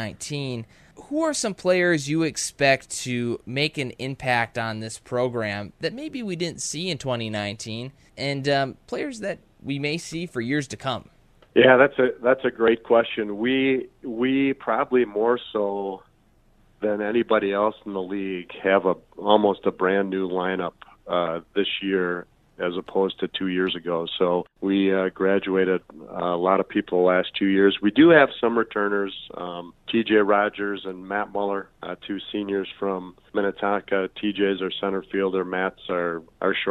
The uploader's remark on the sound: joins us via the phone line.